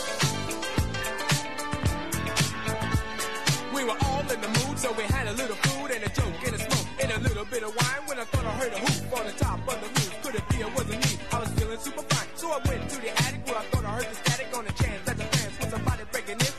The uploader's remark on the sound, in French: En direct du Temps Machine (37) dans le cadre de l’évènement « les weekends hip hop » organisé dans 4 villes de France.